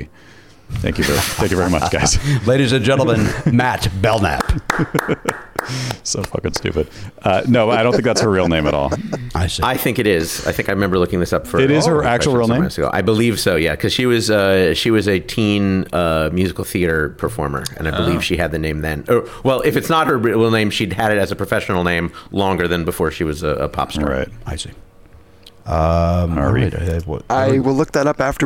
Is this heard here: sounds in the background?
no